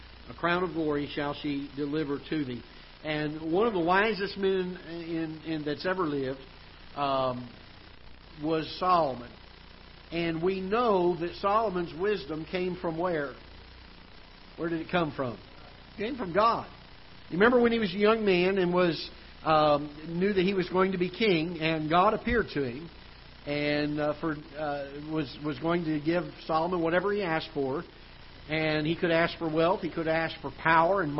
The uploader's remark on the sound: Ketha Heights Baptist Church ~ Live Broadcast